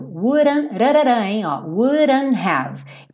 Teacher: Percebe que wouldn't, esse T foi comido, pintei ele de cinza, porque eu juntei já com have.